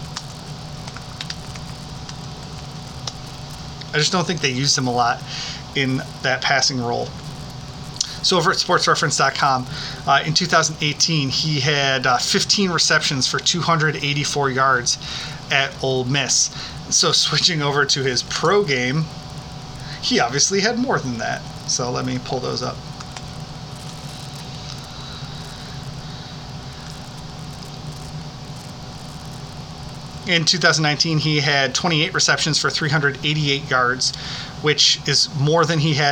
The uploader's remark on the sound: We did have some background noise in this episode. Live recordings always present some challenges.